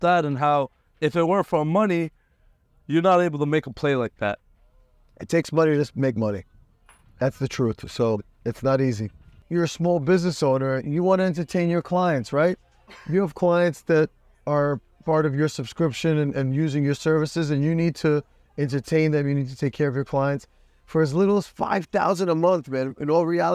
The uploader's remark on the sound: Record this podcast on his yacht. Based in Miami FL.